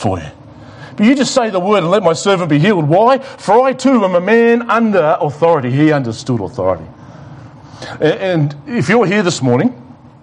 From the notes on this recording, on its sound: It was preached at The Rock Christian Church on Sunday 29 November 2020 in the morning Service.